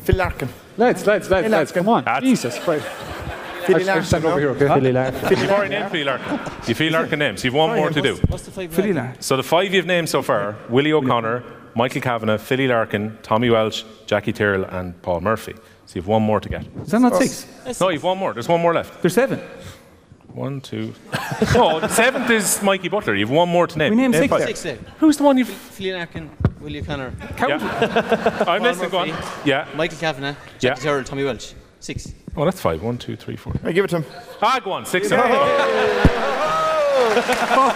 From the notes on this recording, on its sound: live in The Bord Gáis Energy Theatre!